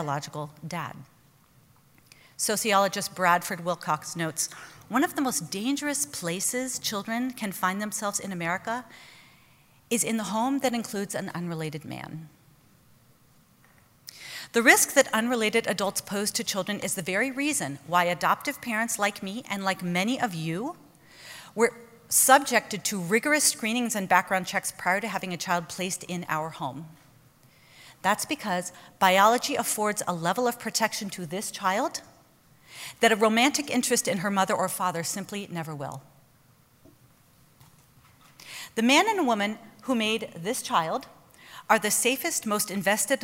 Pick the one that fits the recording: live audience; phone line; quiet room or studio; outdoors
live audience